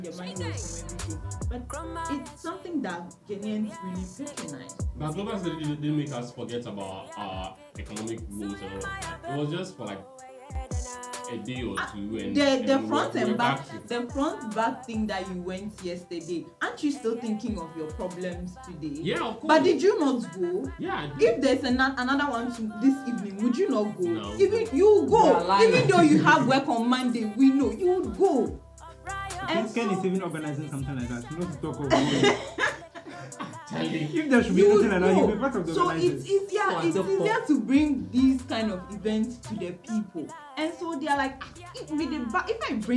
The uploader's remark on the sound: Apologies for the poor quality of audio.